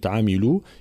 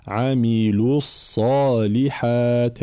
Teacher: كلمة عاملوا لابد من بيان، طبعا هي أصلها بالمد هنا عاملوا، ولكن جاء بعد همزة وصل فتسقط، يسقط المد هنا لالتقاء الساكنين، فنمر من اللام المضمومة من كلمة عاملوا إلى الصاد المشددة عاملوا الصالحات هكذا، ولابد من بيان ضم اللام وإتمام حركة الضم